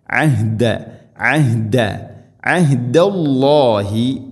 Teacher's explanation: ഐൻ തൊണ്ടയുടെ മധ്യഭാഗം, ഹ തൊണ്ടയുടെ താഴേ ഭാഗം.